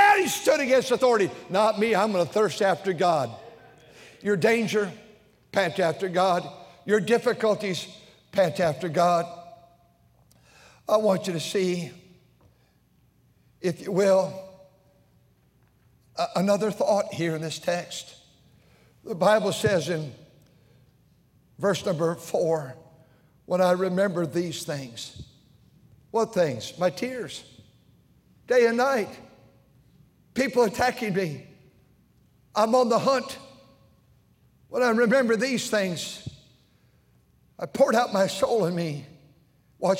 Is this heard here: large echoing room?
yes